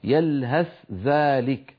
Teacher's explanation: الحالة السادسة من الحالات الثمانية لإدغام المتجانسين إدغام الثاء في الذال من قوله تعالى يلهث ذلك مثل القوم في سورة الأعراف، يلهث ذلك، فالثاء والذال كما نعلم من المخرج نفسه لأنها حروف لثوية، فهنا التقى ثاء وذال والثاء ساكنة، فالمفروض أن نحول الثاء إلى ذال عند الوصل، لو وقفنا نقول يلهث بثاء، لكن لو وصلناها نحولها إلى ذال وندغم الذال في الذال فنقول يلهث ذلك، هكذا المفروض.